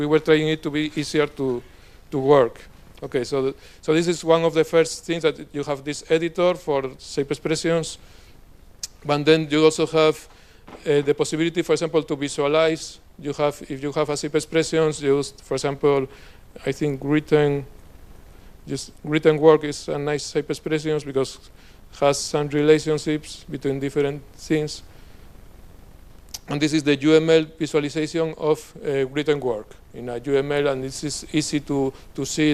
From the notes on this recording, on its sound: After all the talks, we have a little panel discussion with all presenters. During the panel discussion, the audience is invited to ask questions, share ideas, or connect to other initiatives. Wikidatacon2019.